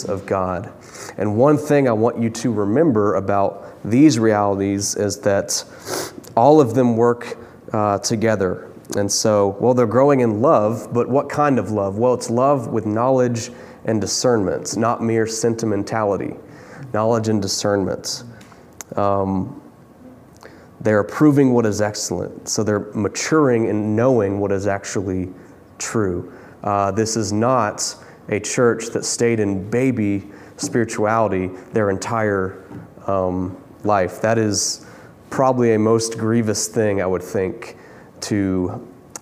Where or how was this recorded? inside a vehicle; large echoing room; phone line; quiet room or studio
large echoing room